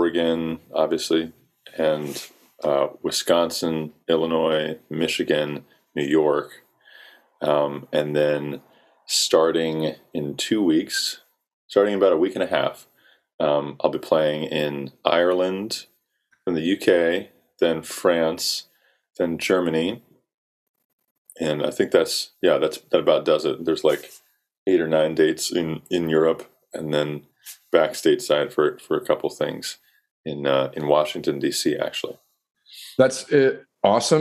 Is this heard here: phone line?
no